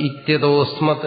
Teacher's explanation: ഓകാരത്തിന് ശേഷം അകാരം വന്നു കഴിഞ്ഞാൽ അത് രണ്ടും കൂടെ അങ്ങ് ഒന്നായിട്ട് അവിടെ ഓകാരം മാത്രം ഉച്ചരിച്ചാൽ മതി, പിന്നെ അകാരം ഉച്ചരിക്കേണ്ട കാര്യമില്ല. · Term: സന്ധി